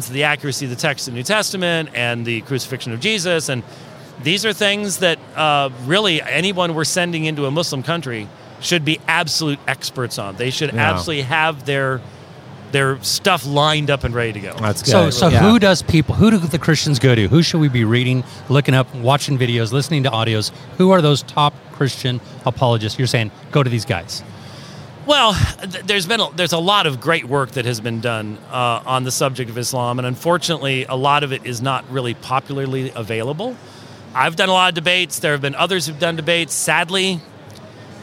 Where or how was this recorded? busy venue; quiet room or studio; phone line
busy venue